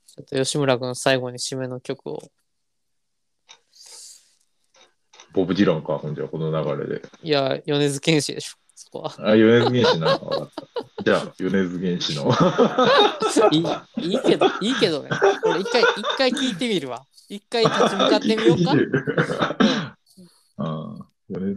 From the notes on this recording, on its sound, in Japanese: 回線トラブルに悩まされながらの収録は続く。